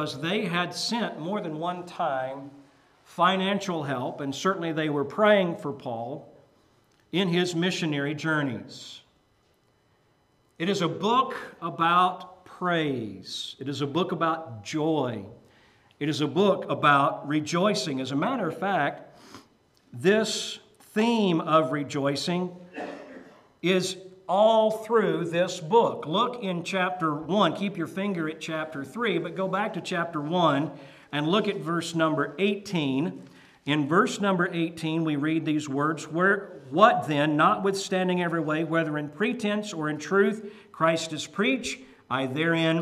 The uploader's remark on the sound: Preached at Maranatha Bible Church